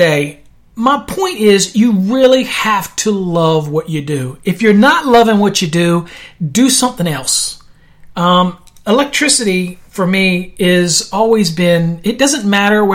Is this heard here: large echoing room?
no